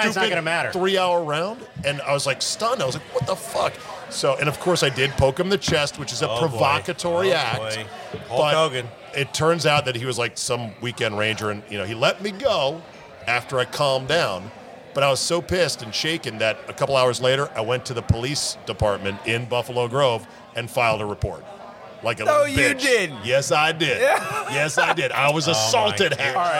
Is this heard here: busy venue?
yes